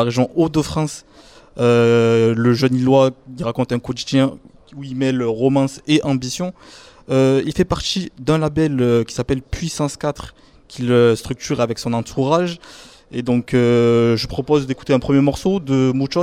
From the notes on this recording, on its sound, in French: En LIVE de Paloma à Nimes